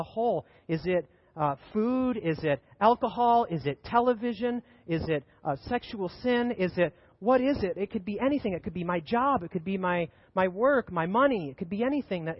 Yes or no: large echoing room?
yes